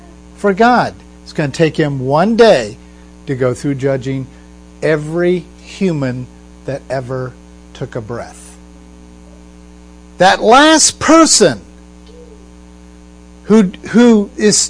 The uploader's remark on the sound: We are sorry about the humming on this podcast - we are working to locate the problem before our next podcast.